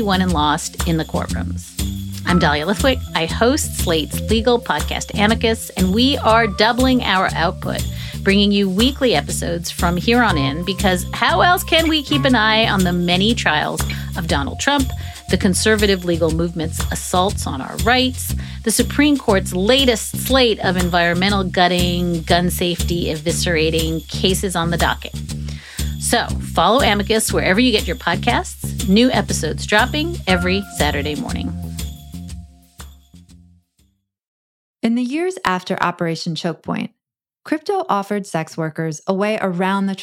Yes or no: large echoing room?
no